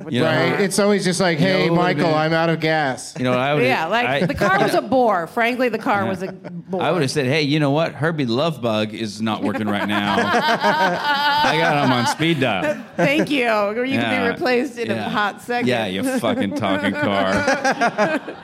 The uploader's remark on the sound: Live from Esther's Follies in Austin as part of SXSW